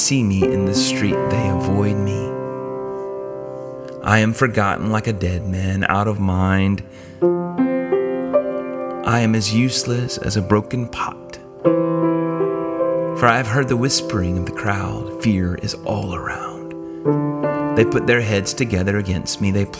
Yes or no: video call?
no